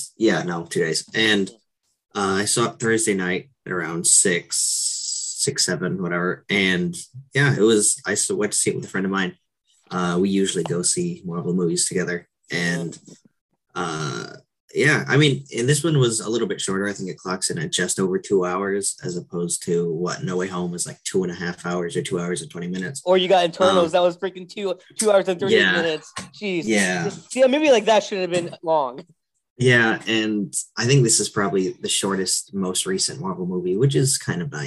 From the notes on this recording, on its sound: This episode might of felt rushed because at time of recording I was using the free version of Zoom which allows only a 40-45 meeting time limit so we had to end it quickly when we realized we were running out of time.